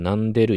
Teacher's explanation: 一旦鼻に抜ける音が伴っていたんじゃないか、濁音の前にそういった音があったんじゃないか